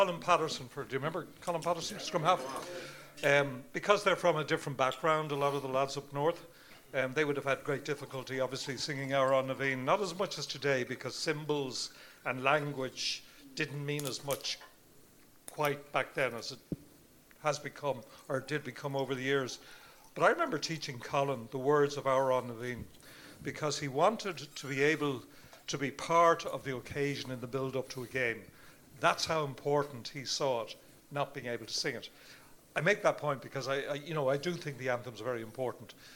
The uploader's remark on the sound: This show was recorded Live at the Whale Theatre, Greystones, Co. Wicklow.